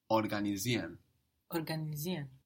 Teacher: Now this I-E-R-E-N ending, which will show you that the verb came in from Latin, is pronounced like ien mostly. It's contracted in spoken and the pronunciation you get is ien, so you don't really hear the R there.